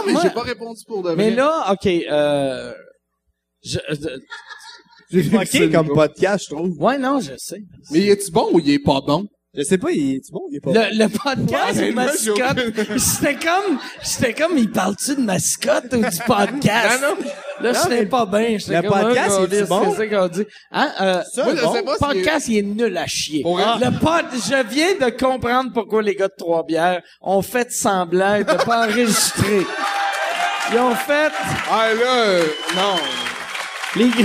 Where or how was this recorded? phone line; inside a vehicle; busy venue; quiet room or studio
busy venue